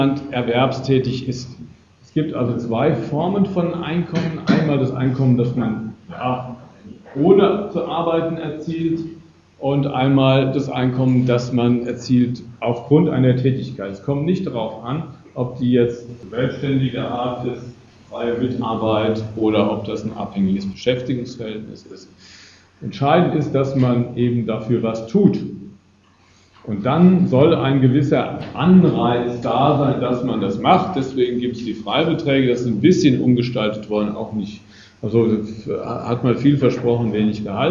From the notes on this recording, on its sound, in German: Gekürzter Mitschnitt eines Vortrags. In Darmstadt.